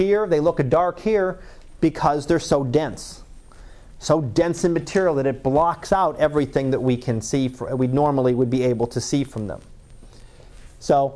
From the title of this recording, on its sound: Live Class Lecture